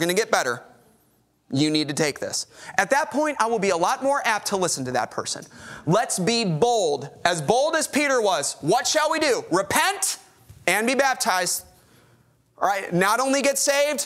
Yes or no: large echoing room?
yes